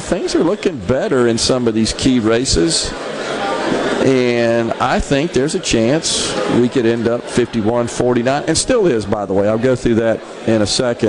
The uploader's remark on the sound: LIVE from the Accelerate Technology and Innovation Event today from the Westin Hotel in downtown Jackson